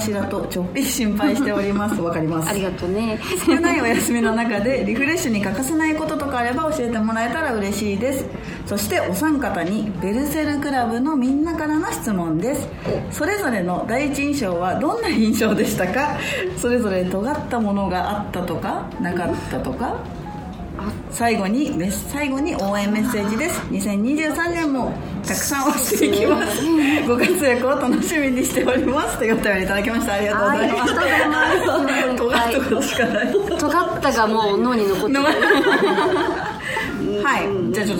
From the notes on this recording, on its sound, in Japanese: MALUTA CAFEさんでの公開収録。